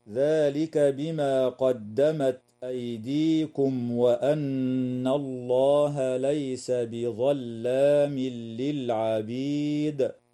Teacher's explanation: الميم الساكنة في كلمة أيديكم وقعت قبل حرف الواو، فحكمها الإظهار الشفوي، والنون المشددة في كلمة وأن حكمها الغنة وصلا ووقفا، ويدغم التنوين في اللام من غير غنة في قوله تعالى: ليس بظلام للعبيد.